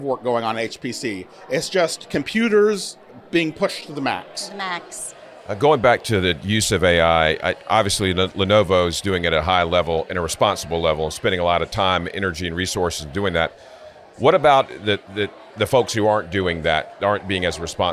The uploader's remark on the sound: Recorded at NC Life Sciences Organization’s Annual Meeting.